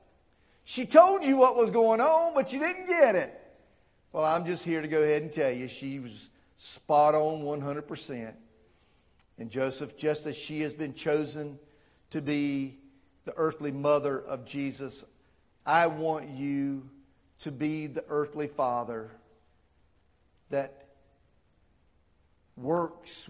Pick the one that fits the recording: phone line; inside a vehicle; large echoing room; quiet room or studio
large echoing room